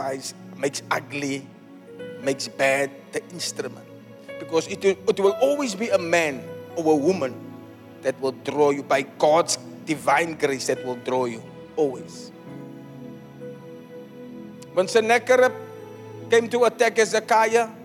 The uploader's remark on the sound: Preached at the Zion Sanctuary, Cape Town